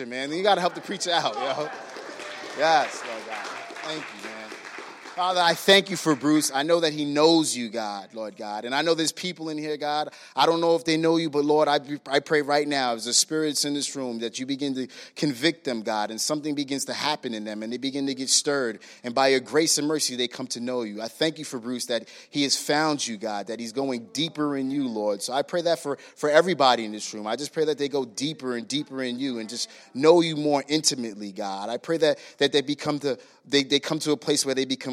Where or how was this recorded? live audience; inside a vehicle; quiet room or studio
live audience